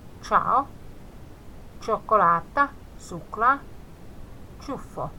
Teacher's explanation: Sitten jos sen jälkeen C, I:n jälkeen on A, O tai U, se I häviää, sitä ei äännetä.